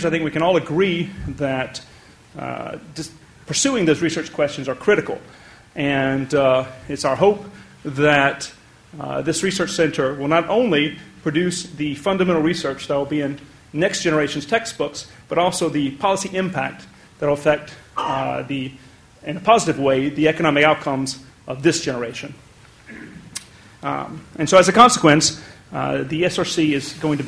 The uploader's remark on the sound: The first public event of the ESRC Systemic Risk Centre at LSE. Take questions from the audience.